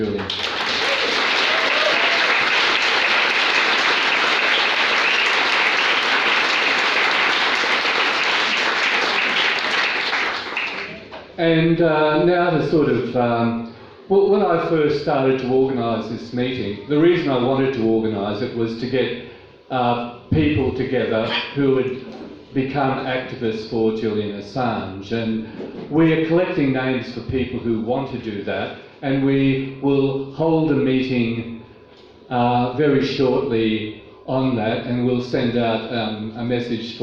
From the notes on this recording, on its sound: Forum at Kurilpa Hall, Brisbane, on 11 Dec 2019